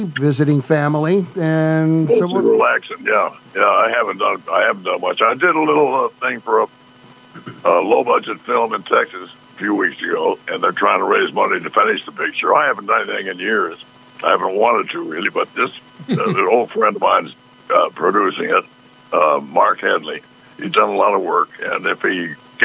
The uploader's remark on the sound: joins us by phone